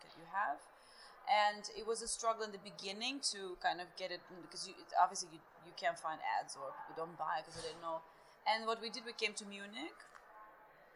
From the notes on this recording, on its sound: Current Obsession at Munich Jewellery Week 2023. A conversation recorded at the buzzing hub.